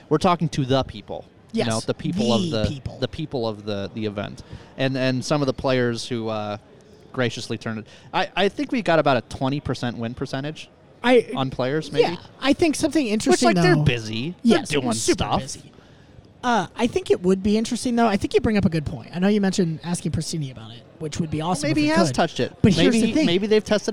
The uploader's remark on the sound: LIVE (at the time) from the Major II Tournament at Mystic Lake!